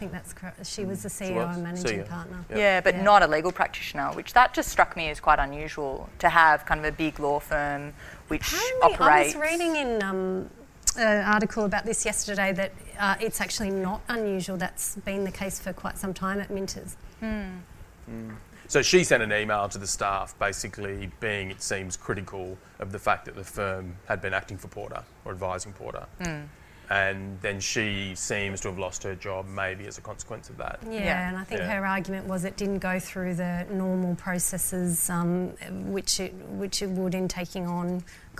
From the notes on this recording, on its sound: The Wigs LIVE! Recorded at the NSW Public Defenders conference on Sunday 14 March, 2021 before approximately 500 conference delegates.